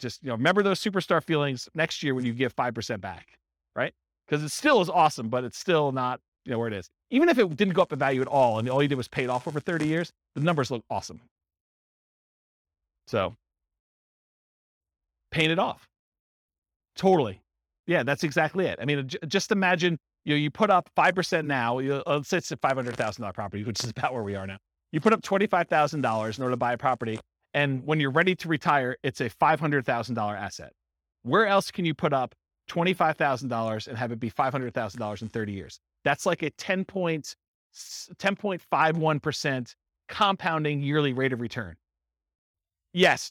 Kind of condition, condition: setting, live audience